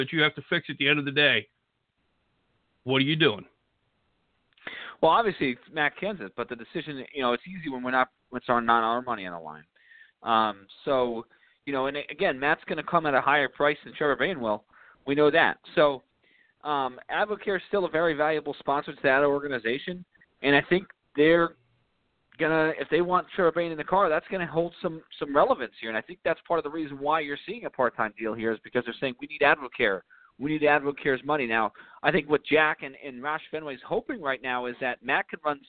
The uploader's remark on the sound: we'll take your phone calls